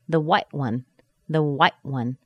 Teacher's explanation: They don't even close their mouth to make the T. They just close off the air.